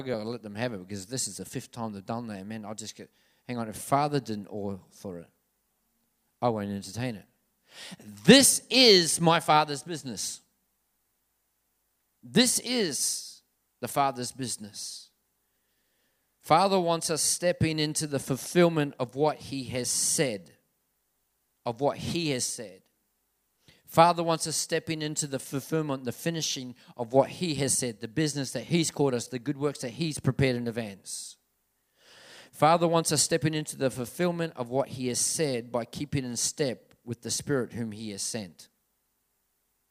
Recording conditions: large echoing room